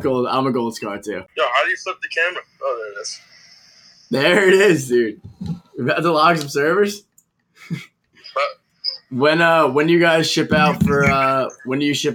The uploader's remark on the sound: Ran into some technical difficulties getting his phone to work.